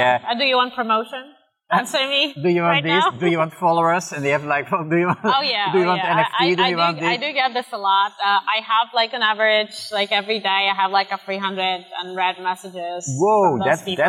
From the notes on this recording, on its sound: This episode was recorded outside at the Altice Arena in Lisbon during Web Summit.